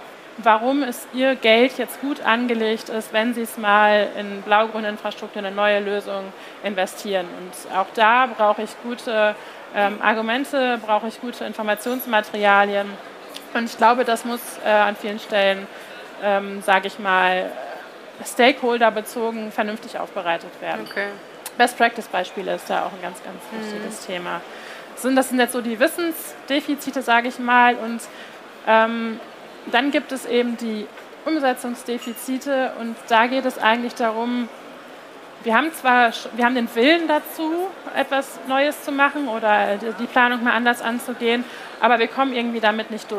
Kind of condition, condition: setting, busy venue